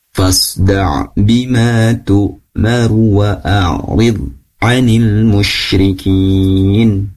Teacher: Jadi waw-nya berharokat fathah. Jadi tidak dibaca ru. Tidak dibaca panjang ya. Tetap dibaca pendek.